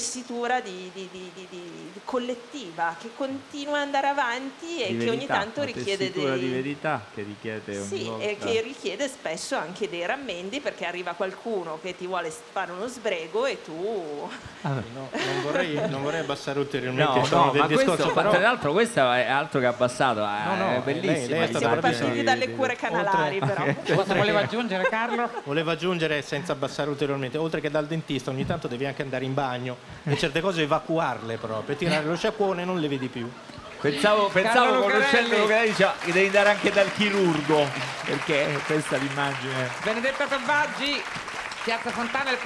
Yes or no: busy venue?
yes